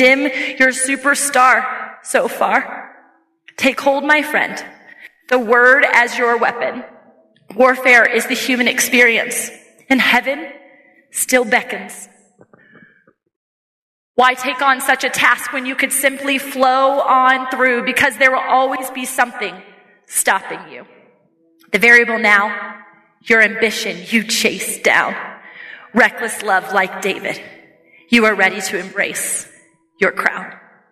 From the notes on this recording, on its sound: takes the stage at the 2023 Embrace Your Ambition Conference